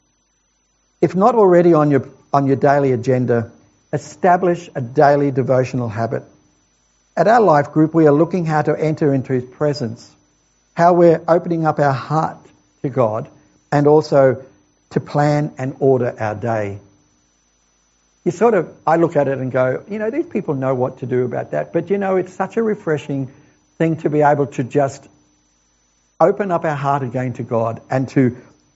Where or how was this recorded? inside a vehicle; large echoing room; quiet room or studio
large echoing room